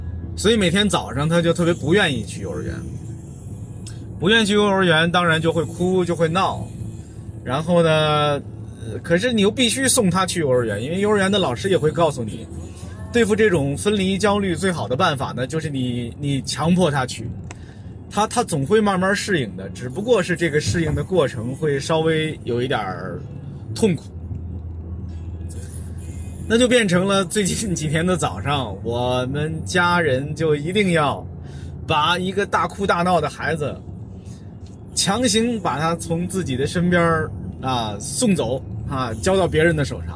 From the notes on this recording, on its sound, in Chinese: 本期「红灯区」节目还是在车内、在满是红灯的拥堵道路上录制。一刀未剪，一句没落。